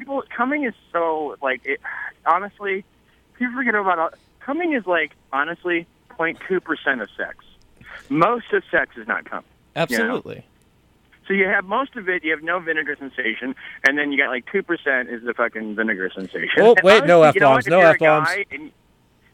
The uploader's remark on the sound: phones in another riveting interview